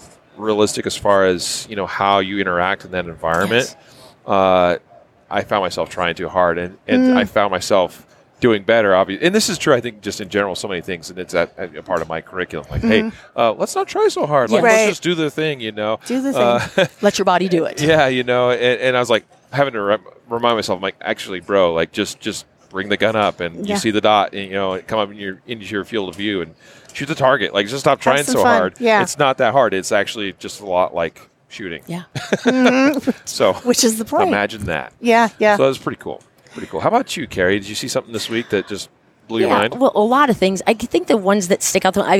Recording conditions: busy venue